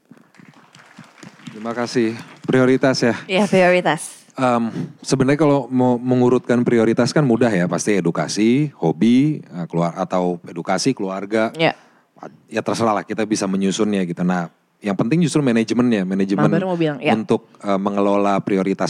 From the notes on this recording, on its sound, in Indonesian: Live On Stage di Malang